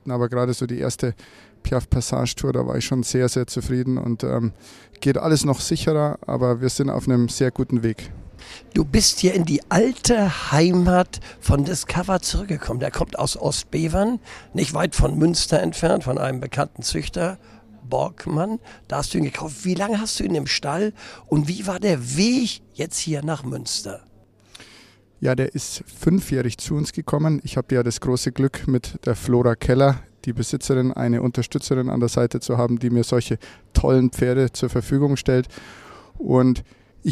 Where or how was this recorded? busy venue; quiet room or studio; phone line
busy venue